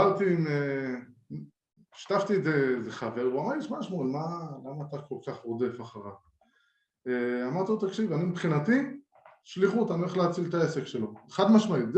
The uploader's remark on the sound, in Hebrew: השיחה שלנו הייתה בלייב באינסטגרם אבל גם הוקלטה בזום.